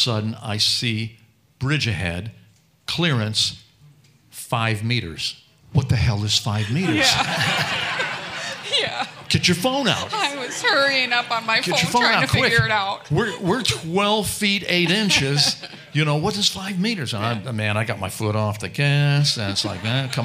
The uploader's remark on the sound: We playback our unforgettable live show at the iconic Music Box Supper Club in Cleveland. All recorded live for your entertainment.